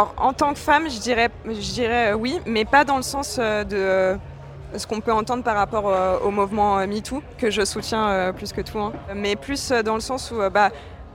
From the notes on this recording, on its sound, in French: Femmes d'Avenir au Main Square Festival. Était à la 17e édition du Main Square Festival à Arras. Lors de cet événement à guichet fermé.